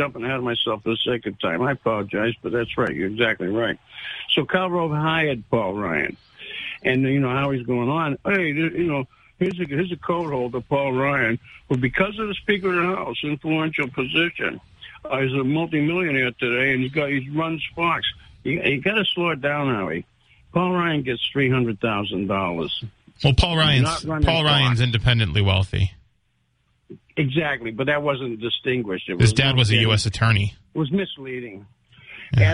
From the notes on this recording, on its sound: takes calls from the audience